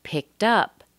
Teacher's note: To pick up is a phrasal verb. We're stressing the up more than picked.